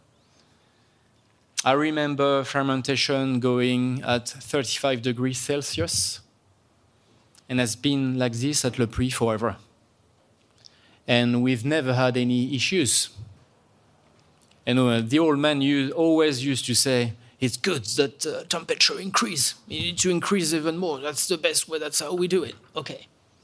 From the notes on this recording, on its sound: live from Raw Wine 2022 in Queens